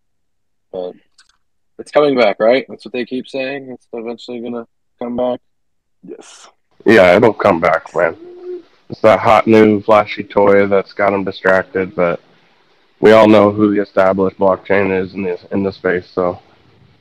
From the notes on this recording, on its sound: The content in this podcast is a recorded Twitter space hosted on the 2nd of November 2022.